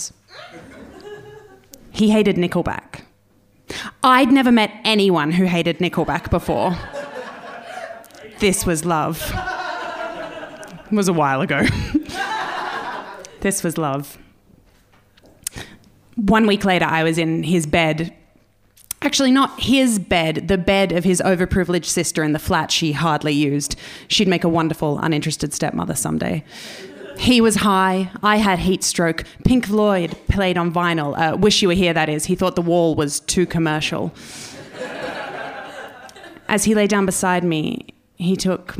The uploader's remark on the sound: This week's episode is the third act of our Tragic Spring live show which took place at the Hackney Attic on April 25th.